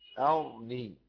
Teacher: ابن كثير ويعقوب بإسكان الراء